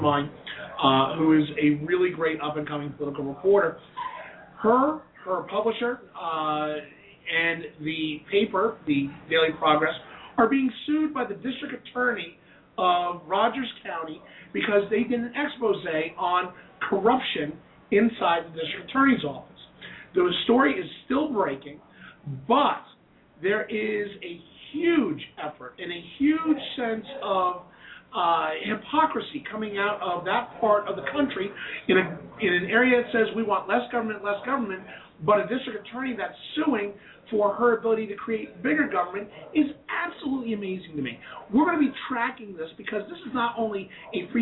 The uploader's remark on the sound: Broadcasting LIVE from Shelly's Back Room in WASHINGTON, DC